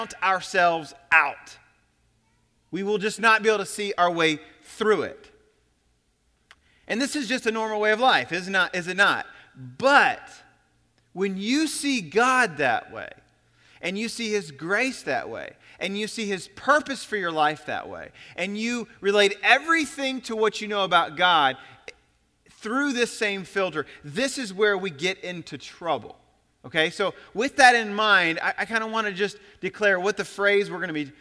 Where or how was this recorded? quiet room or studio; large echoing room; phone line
large echoing room